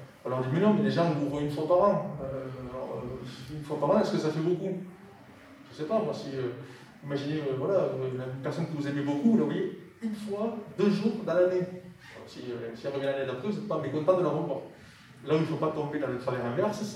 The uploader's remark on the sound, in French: POPCON 2020 : Conférence Calme-toi !